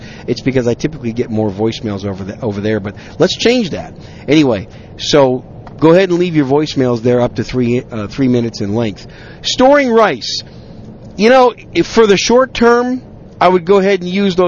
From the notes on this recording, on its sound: on a drive home from a business trip, I decided to record some random thoughts